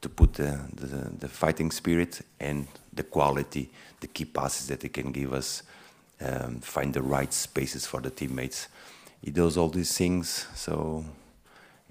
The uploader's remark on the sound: PRE-MATCH PRESS CONFERENCE. AT THE CITY GROUND.